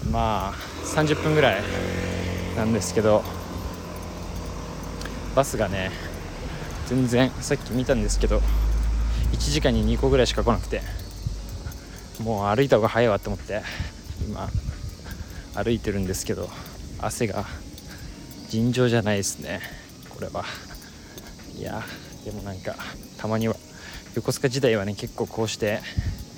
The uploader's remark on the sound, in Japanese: 横須賀で散髪の日、炎天下を歩きながら。